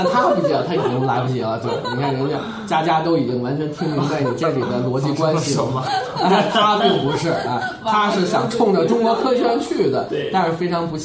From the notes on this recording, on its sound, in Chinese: 本期节目为在张大妈办公区用录音笔录制，可能有街道上的杂音，请见谅。